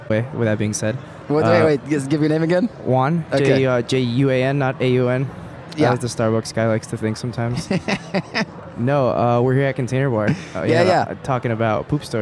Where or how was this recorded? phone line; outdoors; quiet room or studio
outdoors